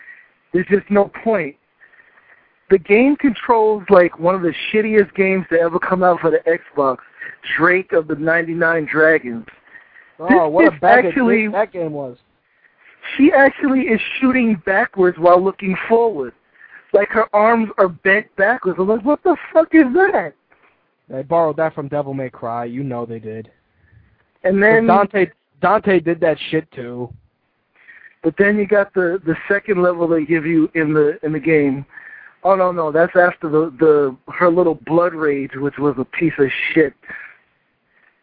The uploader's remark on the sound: Call in guest.